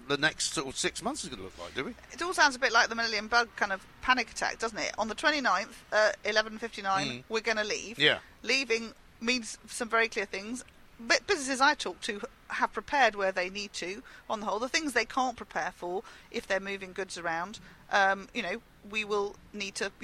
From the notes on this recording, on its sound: came live from College Green